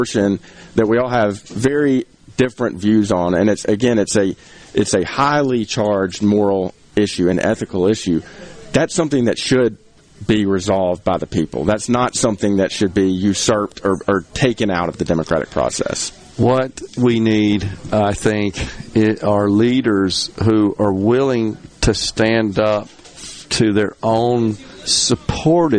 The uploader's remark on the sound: MidDays is LIVE from Carter's Jewelers getting ready for Mother's Day with their big "Balloon Pop" sale!